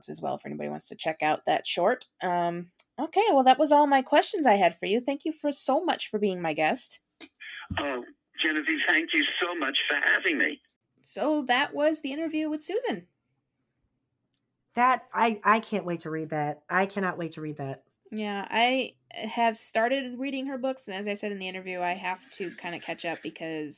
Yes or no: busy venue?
no